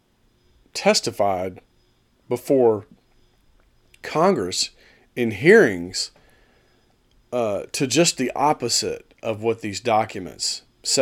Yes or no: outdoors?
no